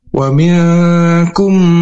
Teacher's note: ada mim ketemu mim atau disebut juga idgham mimi atau idgham mutamassilan karena kedua mim ini melebur dengan dengung. Wa minkum dan ditahan dulu harakat.